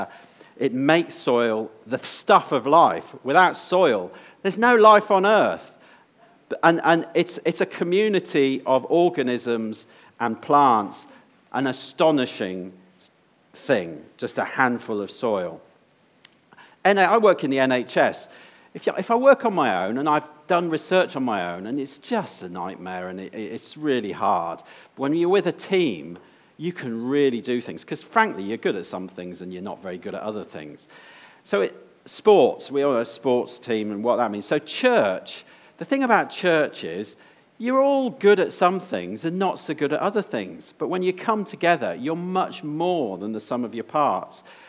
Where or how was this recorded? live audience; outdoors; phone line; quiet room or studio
live audience